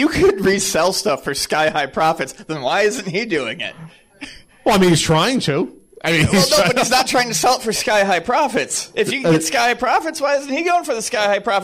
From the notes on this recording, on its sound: An audience Q&A - recorded LIVE at Long Island Retro Gaming Expo!